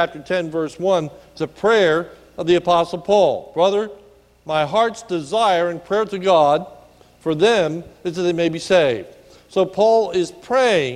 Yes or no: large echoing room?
yes